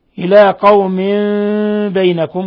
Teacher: قوم بينكم إقلاب لوقوع الباء بعد التنوين